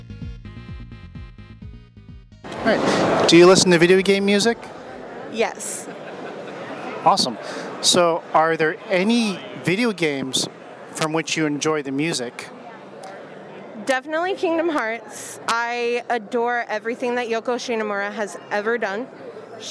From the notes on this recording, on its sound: A couple of weekends ago, I attended the SoCal Gaming Expo. With a digital voice recorder in hand and some nerves of courage, I roamed the aisles of vendors and developers, searching for people to interview.